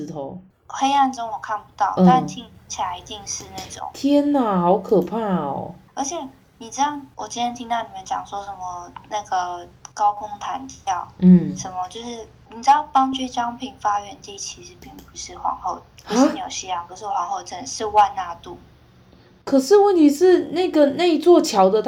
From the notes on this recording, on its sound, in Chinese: 我決定瞞著她打開手機錄音。